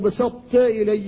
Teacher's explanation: بسطت يبقى معنى الطاء، وهو ما يحصل من استعلاء اللسان عند النطق بها